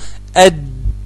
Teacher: اما طلع اللسان لسقف الحنك قطع الصوت